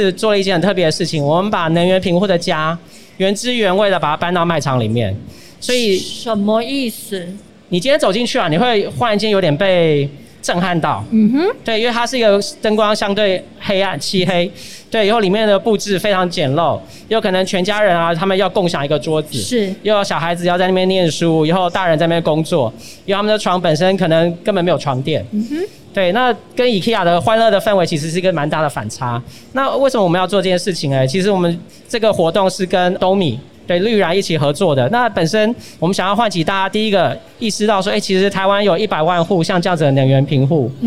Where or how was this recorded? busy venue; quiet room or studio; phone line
busy venue